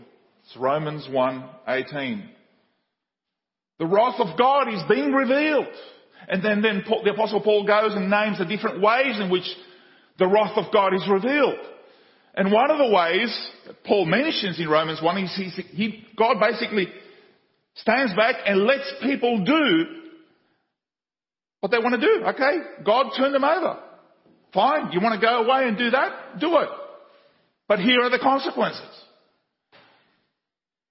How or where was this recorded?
large echoing room